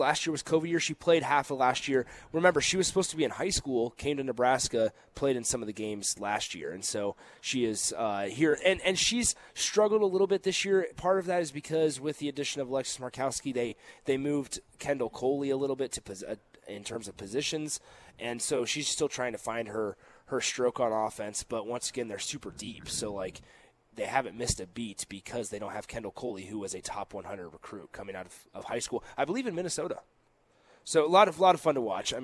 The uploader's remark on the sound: Live from the Upside Bar and Lounge